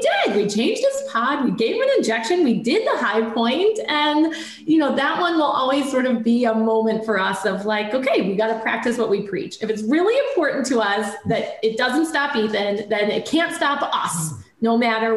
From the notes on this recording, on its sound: zoom interview